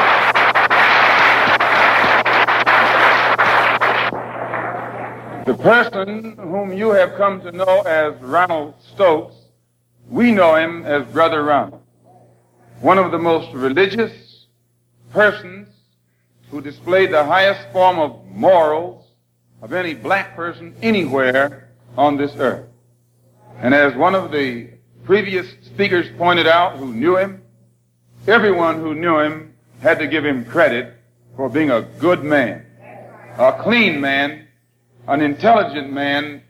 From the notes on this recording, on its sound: Memorial Service April 28 1962